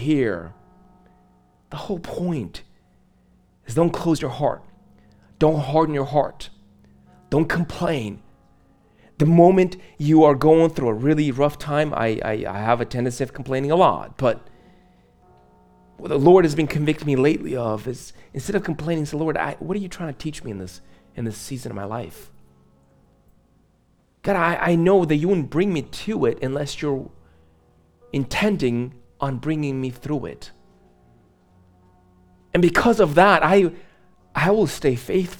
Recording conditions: large echoing room